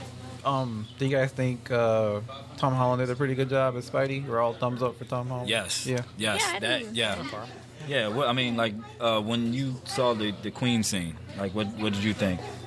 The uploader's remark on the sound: Hip Hop Marvels Mashup Live. A podmash at THE BEST comic and games store around - The Battlegrounds Games and Comics in Dalton, GA!